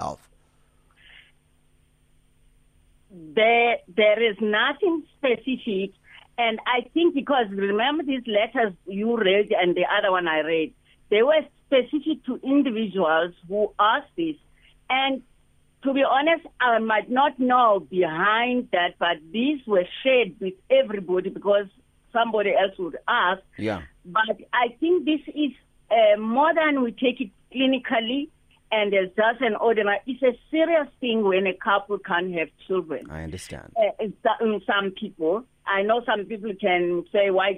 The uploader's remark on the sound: Guest on the phone